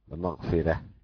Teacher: لمغفرة رقق الأزرق الراء، لمغفرة بترقيق الايه الراء للأزرق، المغفرة.